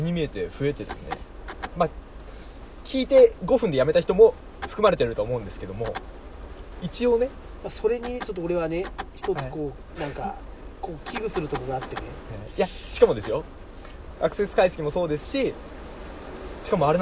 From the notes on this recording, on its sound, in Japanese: いつもの営業車の中で無駄話